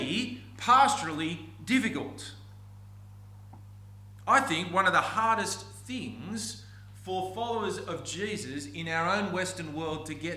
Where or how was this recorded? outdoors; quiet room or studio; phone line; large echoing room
large echoing room